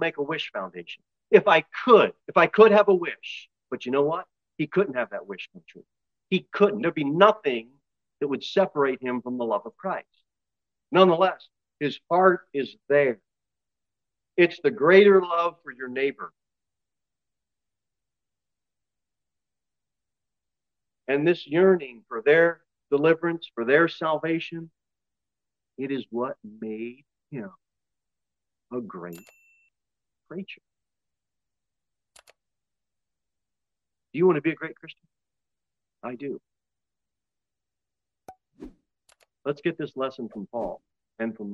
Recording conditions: large echoing room